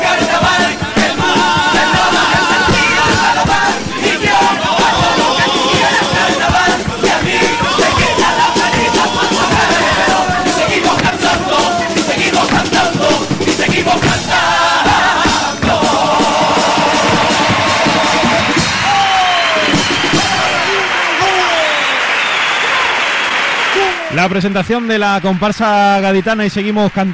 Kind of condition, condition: setting, live audience